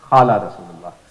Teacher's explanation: So Qaf becomes Kha in Hyderabad.